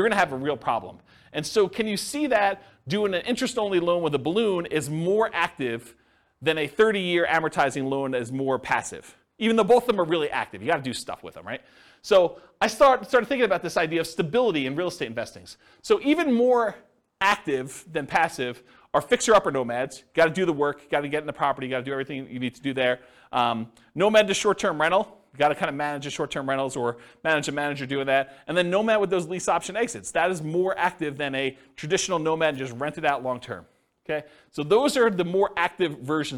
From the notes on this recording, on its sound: This was a live class recorded